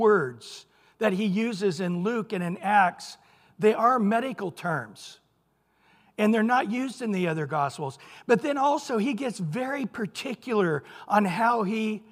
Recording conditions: large echoing room